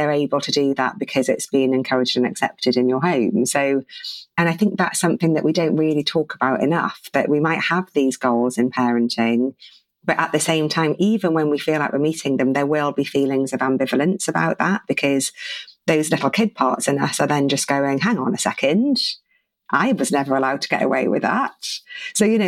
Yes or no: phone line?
no